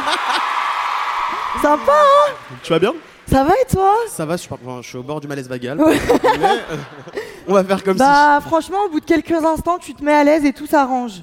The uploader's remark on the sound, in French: On s'est retrouvé à l'Olympia pour faire un enregistrement live devant 2000 personnes. Soyez tolérants avec mes bruits de respirations, de pleurs et mes cris, c'était du direct !!!